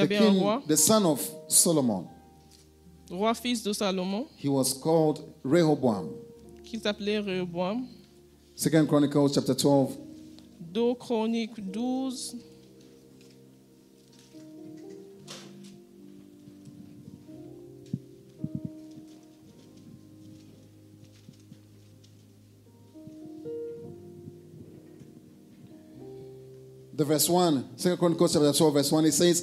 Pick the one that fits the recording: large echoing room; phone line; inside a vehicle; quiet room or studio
large echoing room